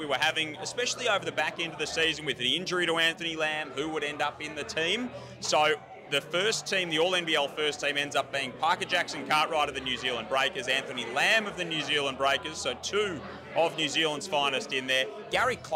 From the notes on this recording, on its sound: Live from the MVP awards. All the goos, winners and red carpet arrivals live from the NBL MVP Awards.